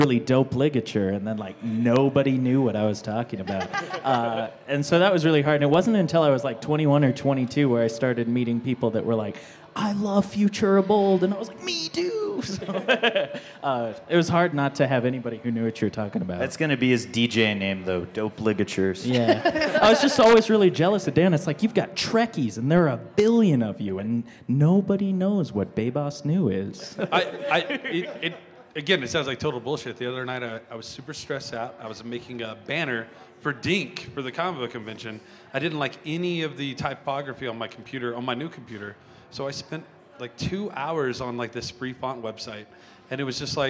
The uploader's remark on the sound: Recorded in front of a "studio" audience at Ratio Beerworks. Recorded in front of a "studio" audience at Ratio Beerworks in Denver!